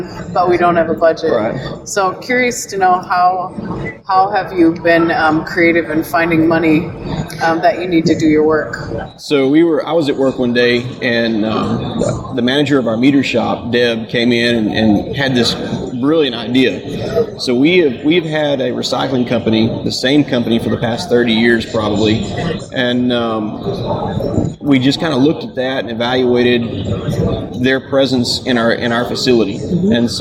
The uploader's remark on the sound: joins us live on the floor of the NSC